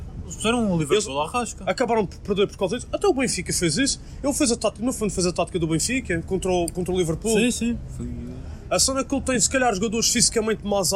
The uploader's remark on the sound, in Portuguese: Estamos de regresso, com um Podcast especial, gravado nas ruas de Antuérpia!